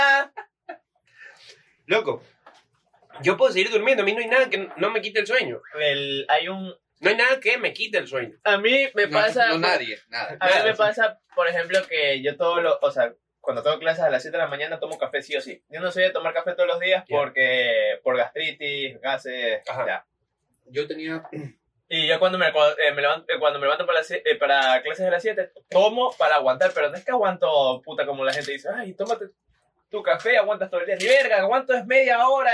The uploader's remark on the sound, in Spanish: Sorry la calidad del audio no somos ingenieros en sonido, somos unos pendejos xd.